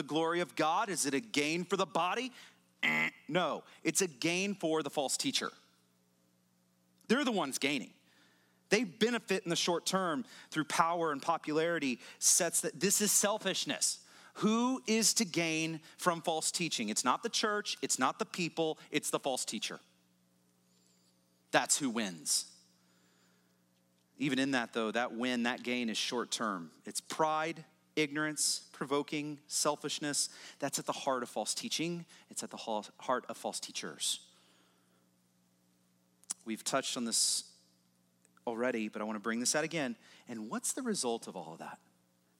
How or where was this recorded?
large echoing room